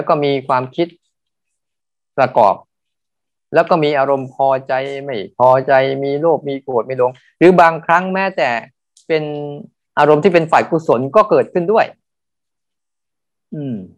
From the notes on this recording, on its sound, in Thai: เป็น 1 ใน 3 คอร์สออนไลน์ (ผ่านโปรแกรม Zoom)